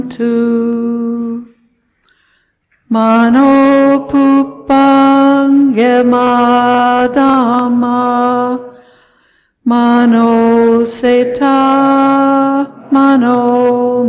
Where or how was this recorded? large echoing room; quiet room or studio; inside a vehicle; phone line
large echoing room